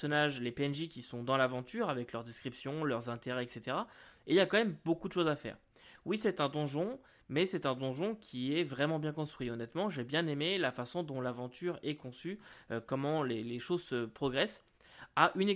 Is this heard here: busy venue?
no